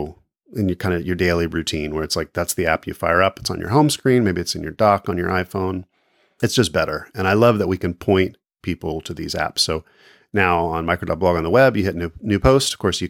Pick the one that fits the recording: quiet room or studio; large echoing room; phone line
quiet room or studio